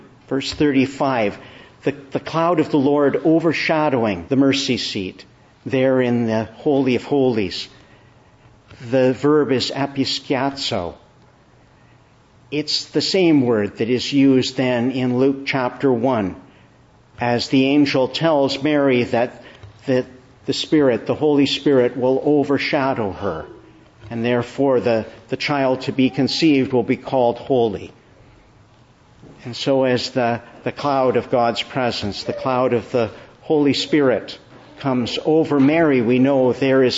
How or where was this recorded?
large echoing room